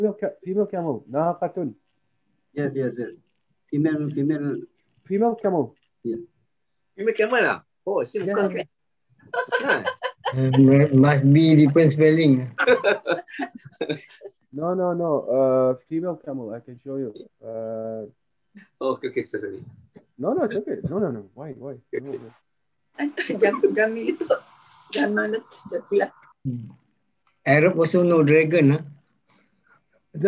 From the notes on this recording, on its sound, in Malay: Rakaman zoom pada setiap Ahad 9.